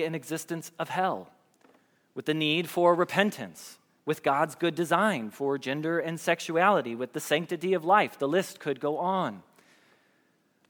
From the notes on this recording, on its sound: Message Preached at Valley Creek Church